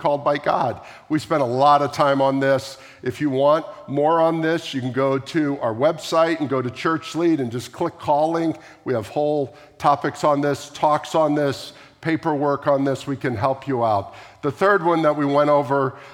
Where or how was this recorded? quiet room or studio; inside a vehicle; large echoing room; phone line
large echoing room